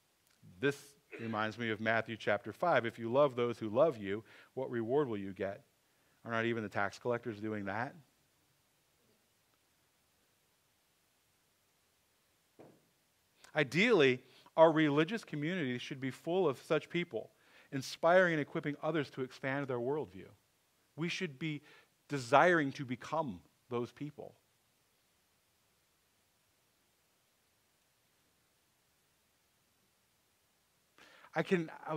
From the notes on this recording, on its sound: Sermon audio from 11/26/23.